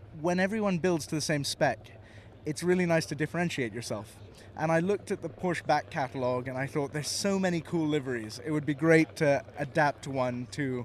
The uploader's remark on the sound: live at the Goodwood Revival